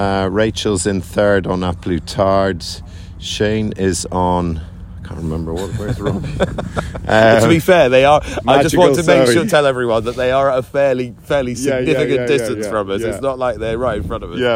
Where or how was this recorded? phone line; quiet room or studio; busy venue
busy venue